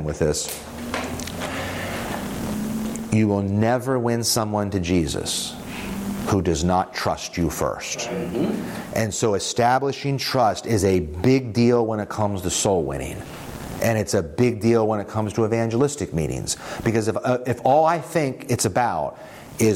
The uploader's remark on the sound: this presentation from the evangelistic innovation track at the 2023 Propel Conference